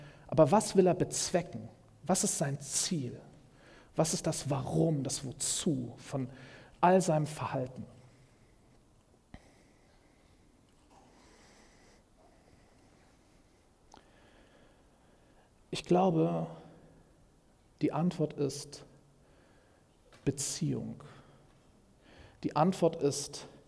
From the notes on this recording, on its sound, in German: Predigt im Rahmen des GreifBar+ Gottesdienstes